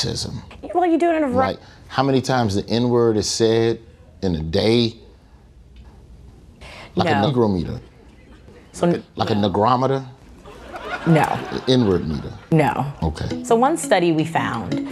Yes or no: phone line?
no